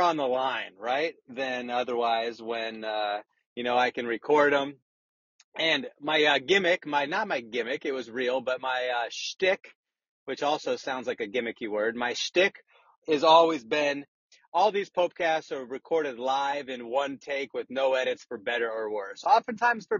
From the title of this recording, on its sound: RECORDED WHILE DRIVING AN AUTOMOBILE!